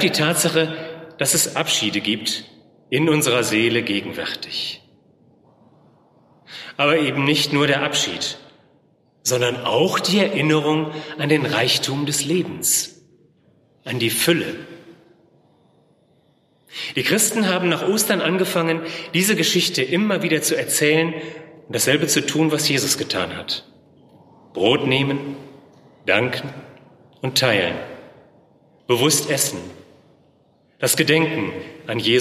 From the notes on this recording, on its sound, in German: Der „Zeitgleich“-Audio-Gottesdienst aus der Reformationskirche in Köln-Bayenthal.